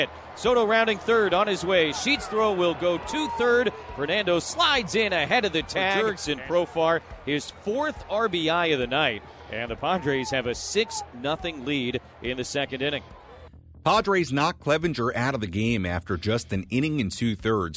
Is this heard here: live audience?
no